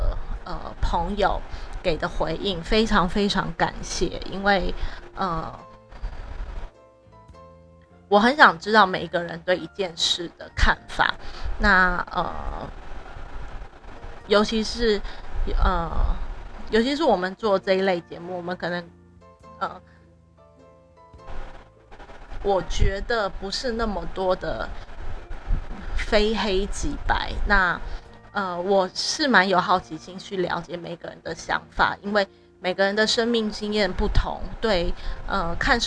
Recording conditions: background noise